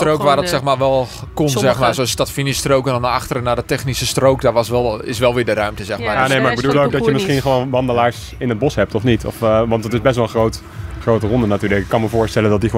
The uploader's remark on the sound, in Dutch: Live vanuit Epe bij het eerste officiële NK Gravel